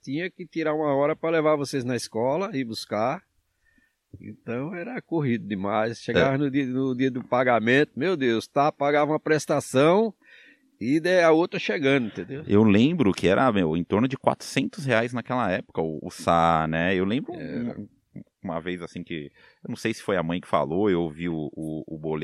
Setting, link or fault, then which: setting, outdoors